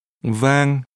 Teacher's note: And a mid-level tone.